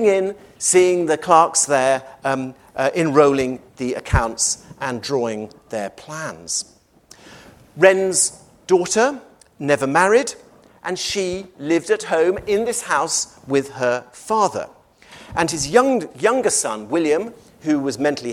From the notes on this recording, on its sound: Recorded on 14 June 2023 at David Game College, London.